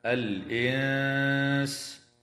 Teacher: وتخفى النون الساكنة عند السين مع الغنة مرققة في كلمة الإنس